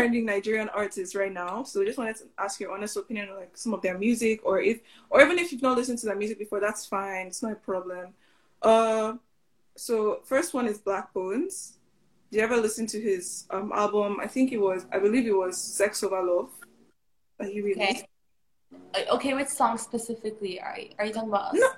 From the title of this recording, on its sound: Instagram Live